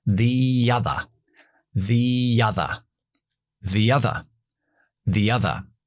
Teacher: Porque other empieza por sonido de vocal y por lo tanto el artículo the ya no se pronuncia con schwa, sino y para enlazar la I con la A, voy a meter ahí como una Y